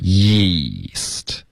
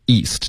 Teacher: 你要注意的就是舌头得往前滑，贴着上颚滑才能导致这个 ye 的音 · Shown in: first take